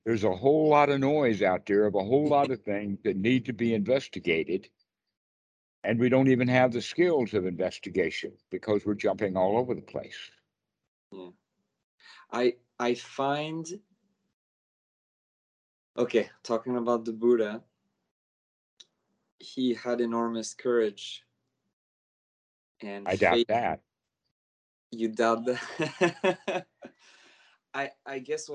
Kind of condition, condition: link, video call